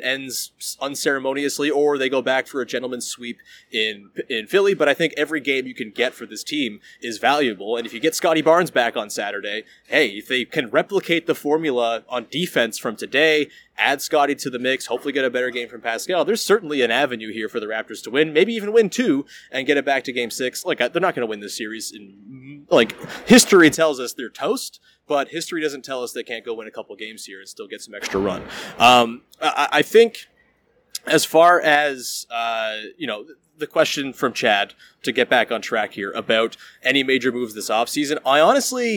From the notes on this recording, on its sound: Live from Scotiabank Arena. Fields some future-thinking questions from viewers of the live stream.